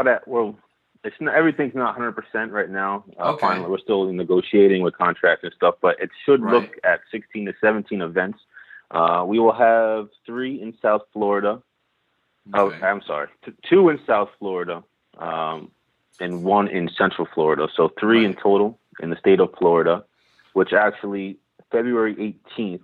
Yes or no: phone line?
yes